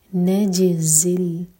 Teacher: جیم پر قلقلہ اور زا buzzing sound کے ساتھ